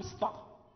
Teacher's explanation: السين مستفلة مرققة والطاء يعني حرف قوي في إطباق في استعلاء، لا بد من الحرص على إعطائه.